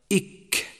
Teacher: تعريف الاستفال: في اللغة هو الانخفاض، وفي اصطلاح علماء التجويد انخفاض اللسان عند خروج الحرف عن الحنك الأعلى إلى قاع الفم، أي انخفاض الصوت عند النطق بالحرف إلى جهة تحت، كما تجد ذلك عند لفظك إك، فإن الصوت ينخفض ولا يرتفع إلى جهة فوق